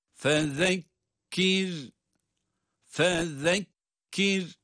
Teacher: Sonra da cezimli olan ra kendisinden önce esri olması itibariyle ince okunuyor.